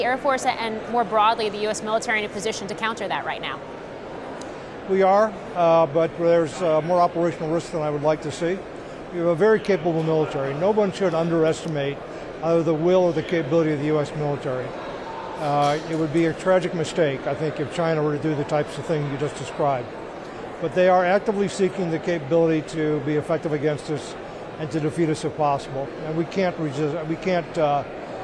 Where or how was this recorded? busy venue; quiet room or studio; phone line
busy venue